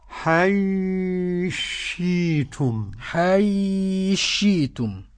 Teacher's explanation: السوسي يدغم الثاء في الشين